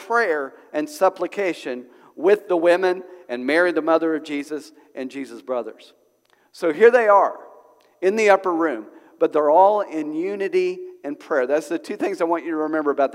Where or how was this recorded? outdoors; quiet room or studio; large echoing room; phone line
large echoing room